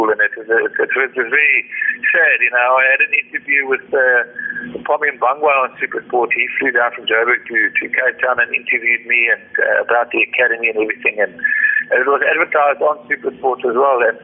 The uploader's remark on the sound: the interview took place via a phone call